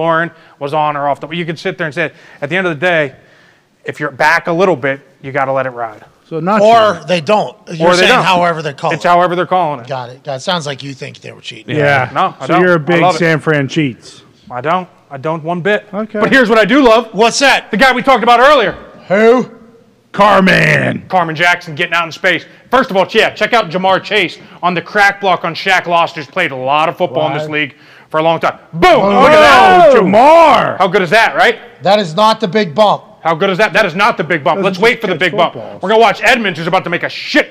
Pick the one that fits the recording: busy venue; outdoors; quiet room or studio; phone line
busy venue